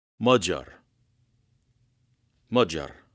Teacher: That G-Y comes out to be a J. J kind of a sound.